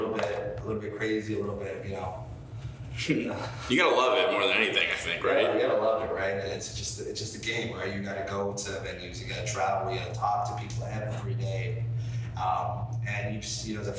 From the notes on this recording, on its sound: We recorded this live in Brooklyn during NFT.NYC and unfortunately, I didn’t have my full mic set up, so the audio isn’t perfect.